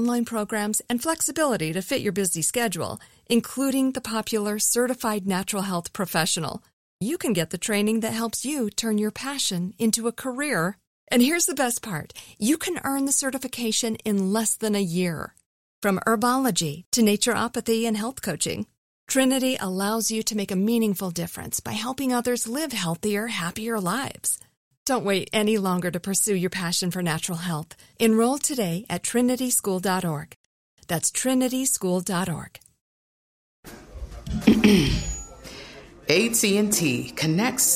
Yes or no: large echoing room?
no